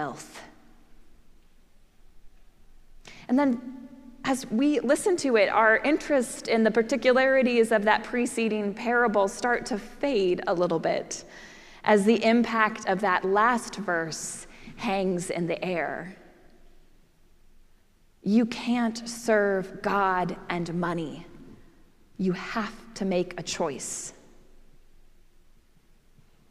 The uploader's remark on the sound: preached at our celebration of the Holy Eucharist on the Fifteenth Sunday after Pentecost.